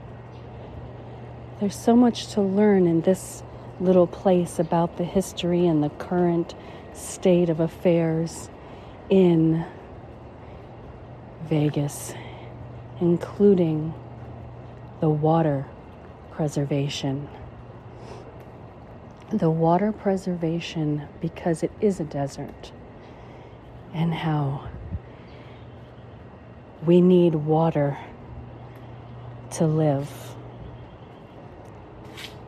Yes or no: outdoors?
yes